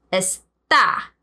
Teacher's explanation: If, however, you add an accent mark to esta on the A, now the word is the third person conjugation of the verb estar or está. The stress is on the last syllable, so it is pronounced está. See how the accent mark here changes the pronunciation of the word and thereby changes the meaning.